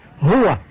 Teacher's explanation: الهاء من أقصى الحلق